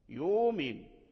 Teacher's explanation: فأبدل الهمزة من يؤمن أبدلها واو، فقالوا يؤمن أبدلها واو. · Term: إبدال الهمزات